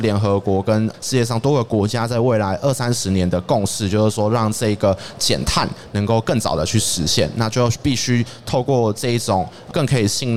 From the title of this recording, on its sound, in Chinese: 2022 Taipei Cycle台北國際自行車展-Live Podcast